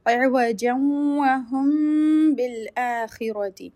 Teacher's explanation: So whenever after meme sakin there appears a letter ba, then you do ikhfa shafavi, where you hide the sound of meme, and when you are about to close your lips for meme, you open up the lips for ba · Term: ikhfa is shafavi